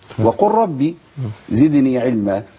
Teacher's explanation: اللام لو جت ساكنه وبعدها الراء بنضغمها